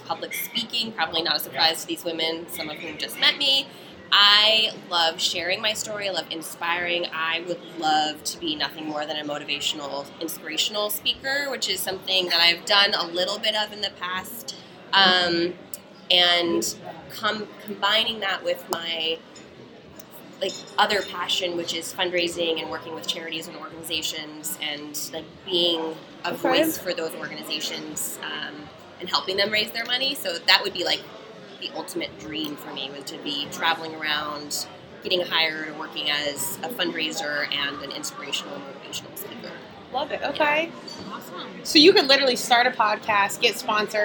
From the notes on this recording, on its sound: I had to take the opportunity to gather my new casting BFF’s and cast at the event… ordered a 1.75 of (QUALITY) tequila, a couple pizzas, and pressed record! The background noise is a character in itself and we have some special guests drop.